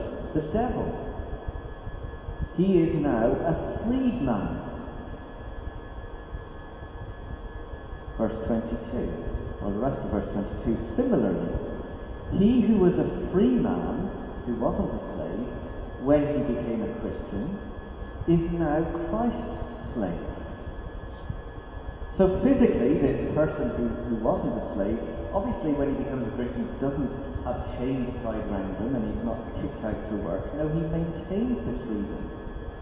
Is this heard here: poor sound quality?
yes